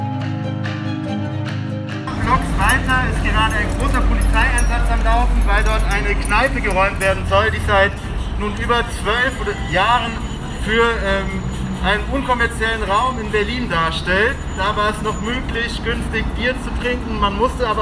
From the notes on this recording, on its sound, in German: Unsere Live-Berichte zur Räumung zum Nachhören.